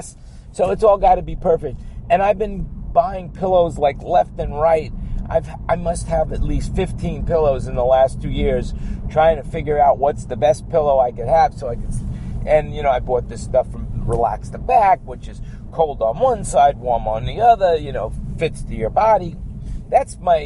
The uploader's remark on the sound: while driving in my car from where I am to where I am going